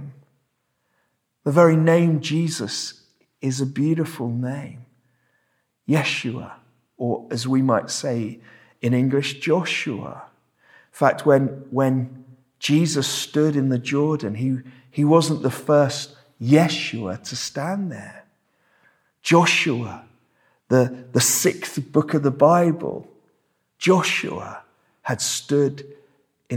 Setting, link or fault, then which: setting, large echoing room